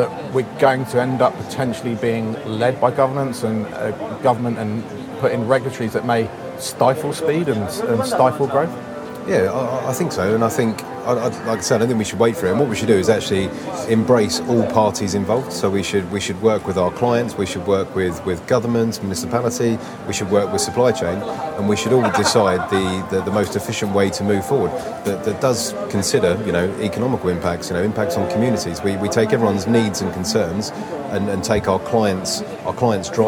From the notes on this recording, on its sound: coming to you from the Data Center Dynamics conference in Singapore